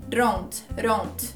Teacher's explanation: O D vai parecer um R.